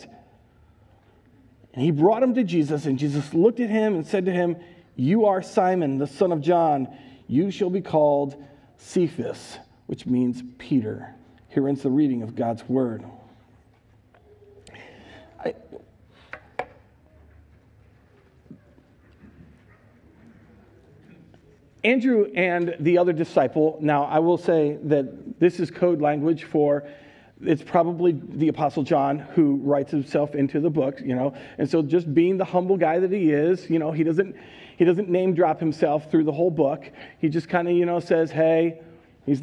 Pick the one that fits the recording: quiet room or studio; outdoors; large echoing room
large echoing room